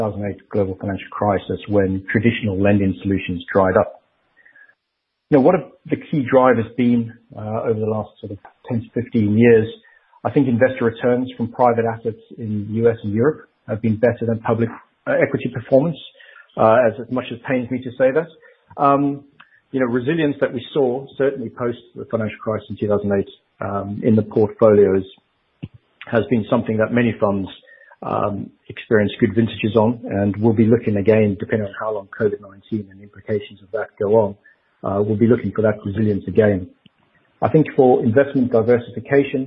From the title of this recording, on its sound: The Investec Alternative Fund Administration Teleconference